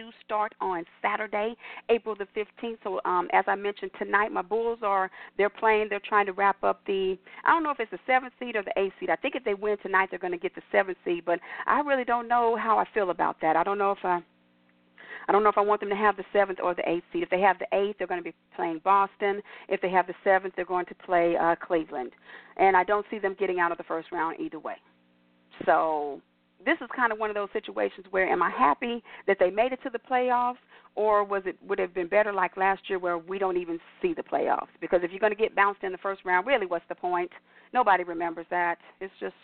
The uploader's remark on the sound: your phone calls